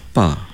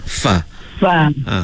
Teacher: Seolah-olah macam huruf fa itu keluar daripada dua bibir, bibir atas dengan bibir bawah. · Shown in: first take · Sebenarnya tak betul, ya, tak tepat.